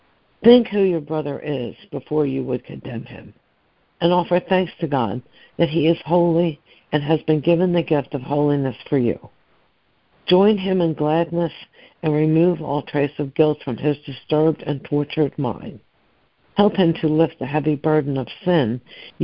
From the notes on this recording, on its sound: ACIM Daily Conference Call.